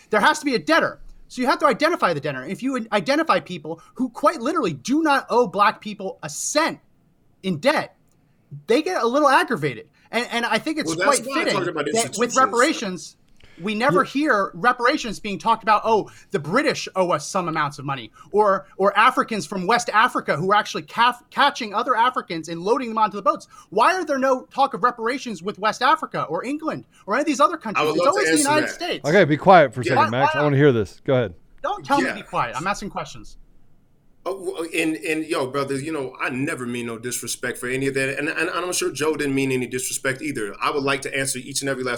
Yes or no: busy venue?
no